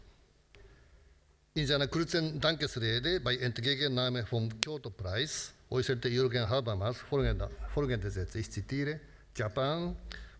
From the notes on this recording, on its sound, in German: im zweiten Überblicksvortrag des Symposiums